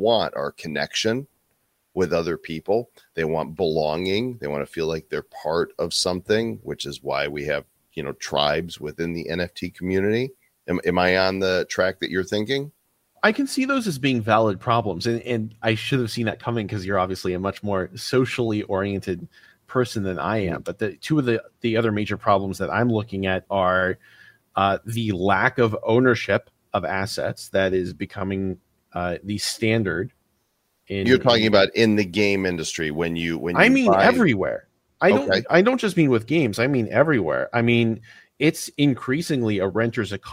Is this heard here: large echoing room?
no